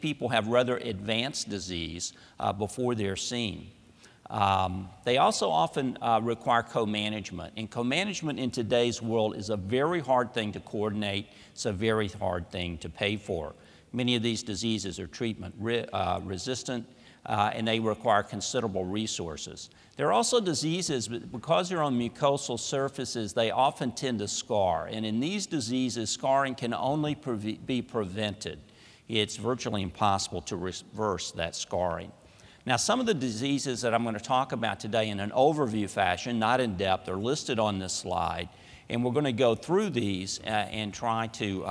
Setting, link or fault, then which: setting, large echoing room